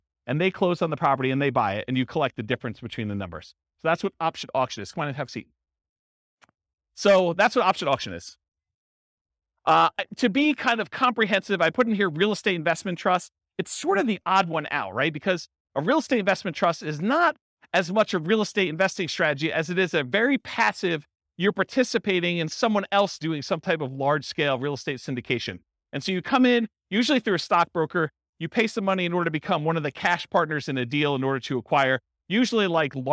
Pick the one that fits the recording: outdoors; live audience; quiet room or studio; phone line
live audience